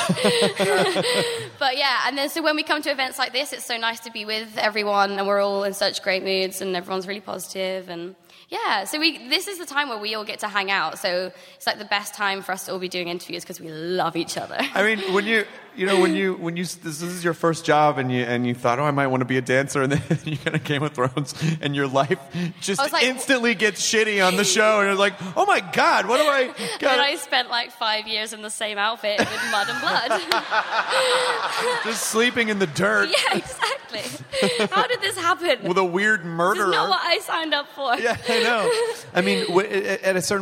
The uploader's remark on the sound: Live at SDCC